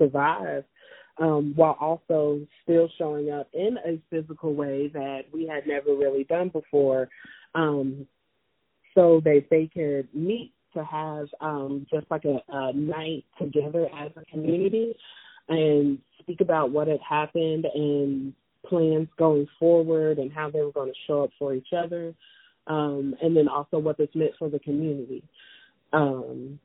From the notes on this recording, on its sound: talk via telephone